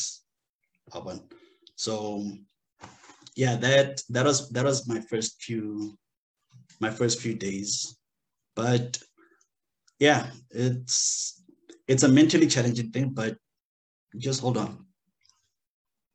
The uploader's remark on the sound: The series is webcast via Zoom